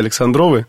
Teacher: Я с гордостью храню это ударение на последнем слоге.